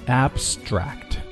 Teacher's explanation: Recreative Reimagines,好，这个字没有什么好说的，很简单， Reimagines Abstract Splashes Abstract,首先呢这个 A 发作 A 梅花音啊，然后第二个音节这个 Stract,因为这里前面是一个 S,后面是一个 Dr,它是一个辅音，所以说这里发音的时候不送气，那么因此后面这个 Tr 发的就像 Dr 一样，所以读起来就是 Abstract,啊，注意没有读 abstract, but abstract,这个 t 读到这里就非常轻了啊，可以把它省略了。另外我们要注意 abstract 这个词，它做形